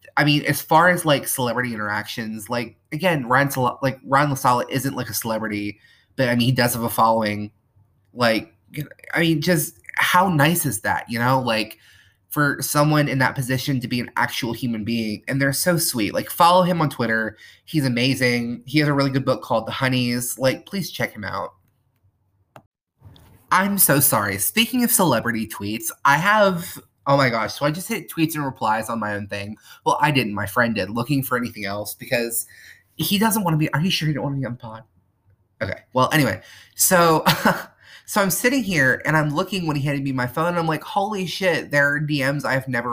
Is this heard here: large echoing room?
no